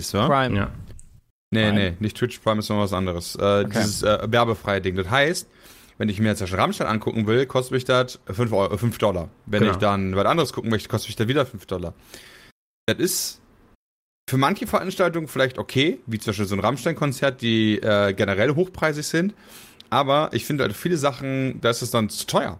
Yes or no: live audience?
no